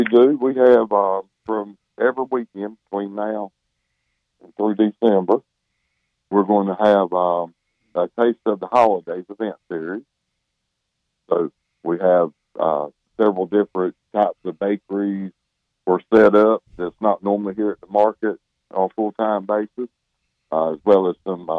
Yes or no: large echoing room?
no